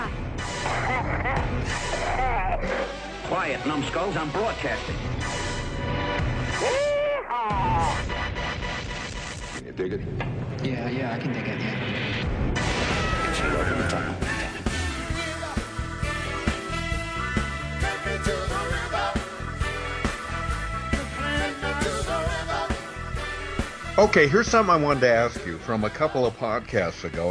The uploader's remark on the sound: A “Peculiar Classic” radio phone call audio clip leads off our episode